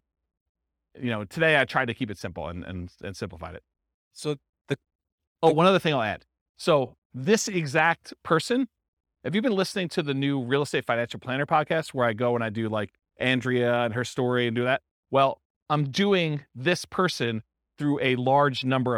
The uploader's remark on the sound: This was a live class recorded